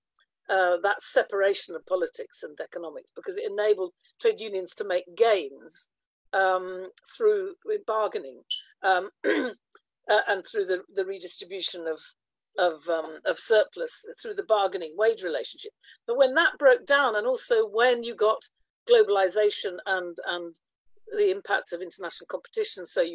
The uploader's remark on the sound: Recording of TWT and Verso's webinar